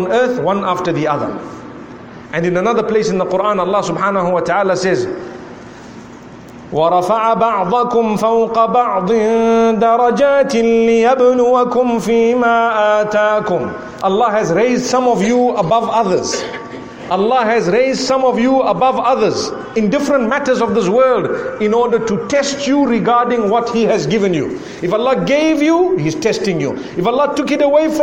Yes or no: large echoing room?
yes